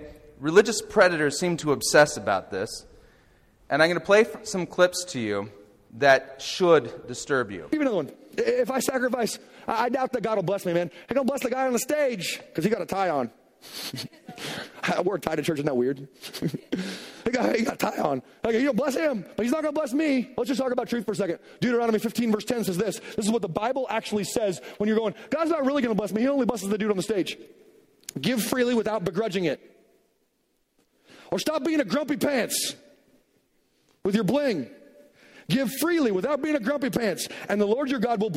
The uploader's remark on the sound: Audio from the Lecture Delivered in Elk River, MN on September 9th, 2011